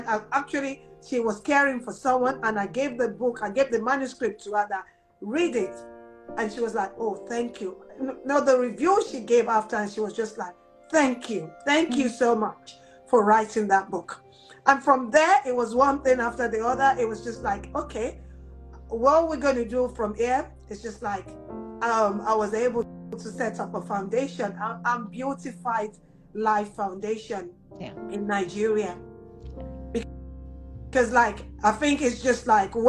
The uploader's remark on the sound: we chat Live on Instagram